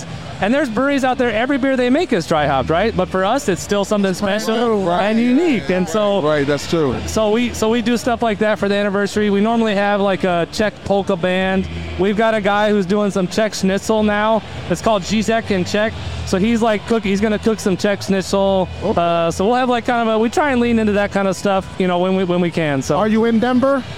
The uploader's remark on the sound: on location talking with cool folks and drinking good beer at Log Jammin’ III hosted by Human Robot